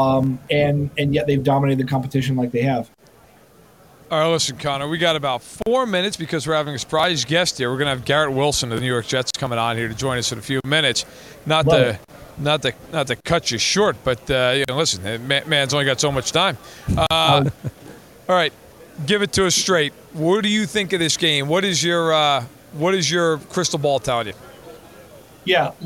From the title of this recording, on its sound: Live from Super Bowl LVII